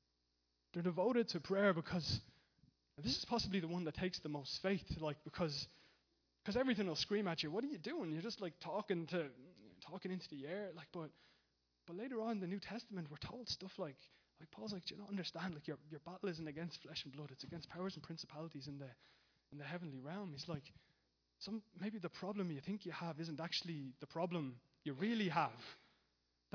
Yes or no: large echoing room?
yes